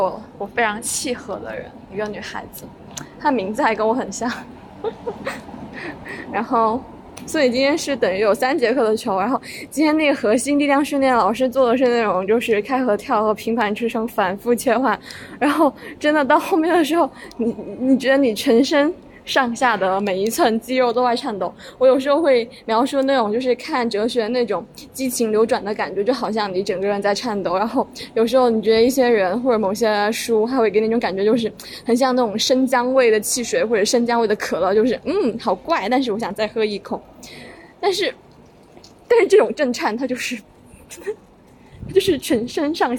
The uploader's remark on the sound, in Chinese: 依然是一期在路上随兴录制的电台，没有剪辑和配乐